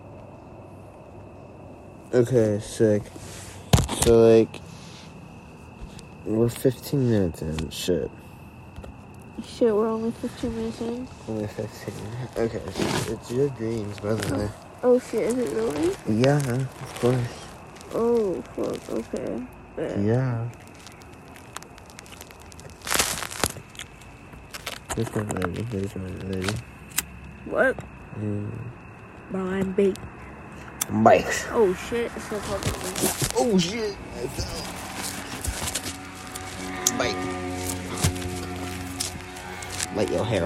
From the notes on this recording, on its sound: Our first episode recorded on the homie's roof & on a phone.